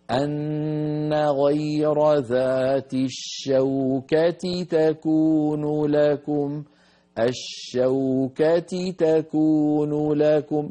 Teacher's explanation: التقى في النطق تاءان، الشوكة تكون تاء مكسورة وتاء مفتوحة، وهما حرف نفس الحرف يعني، فعلينا أن ننتبه فلا يعني يجري دمج أو سرعة أو تضييع لصوت أحد هذين الحرفين، هكذا يجب أن يكون.